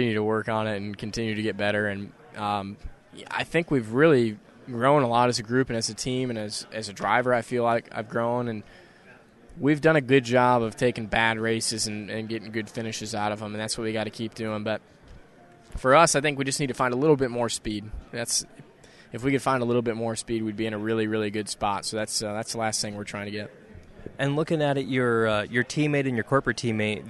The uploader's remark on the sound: LIVE from NASCAR Playoff Media Day 2018 at the South Point Hotel in Las Vegas, NV.